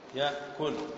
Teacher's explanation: الهمزة ساكنة وسبقها فتح، تبدل من جنس ما سبقها